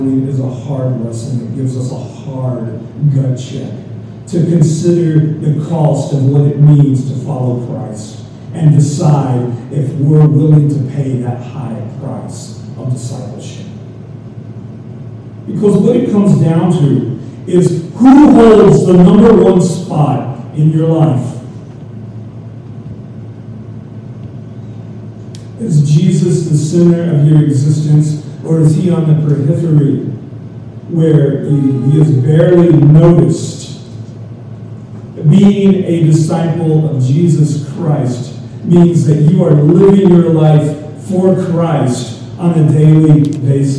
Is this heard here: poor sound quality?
yes